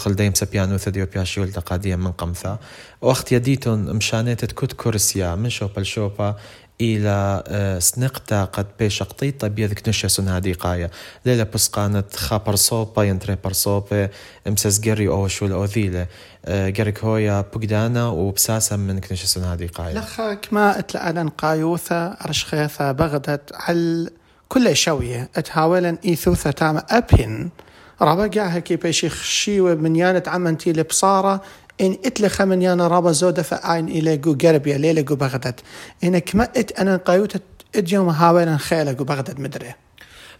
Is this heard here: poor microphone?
no